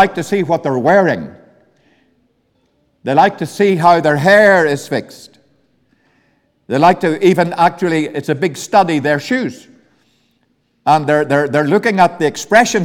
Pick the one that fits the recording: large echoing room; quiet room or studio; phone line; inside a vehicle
large echoing room